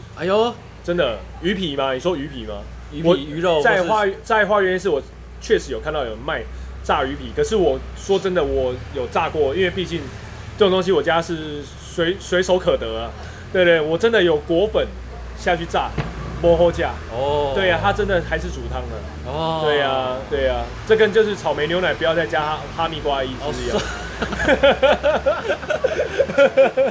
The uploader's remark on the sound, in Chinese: 錄音地點：牽咖啡 Chen Coffee